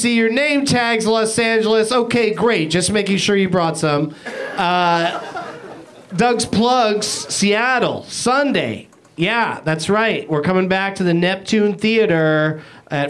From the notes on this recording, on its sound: Back at the UCB Theatre in LA